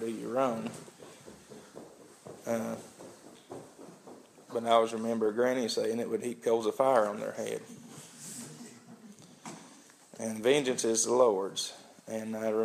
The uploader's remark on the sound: an audio recording of the Sunday Service at Persia United Methodist Church in Rogersville, TN on Sunday, November 29, 2015.